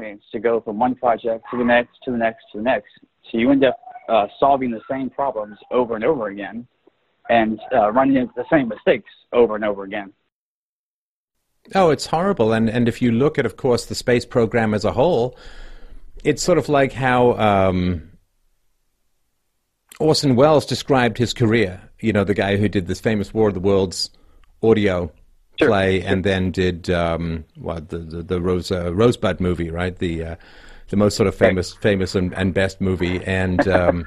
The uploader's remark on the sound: During a segment of the Freedomain Call In Show